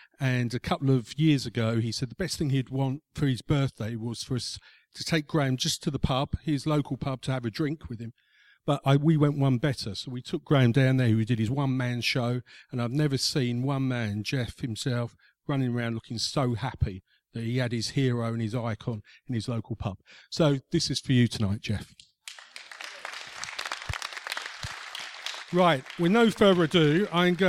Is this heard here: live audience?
yes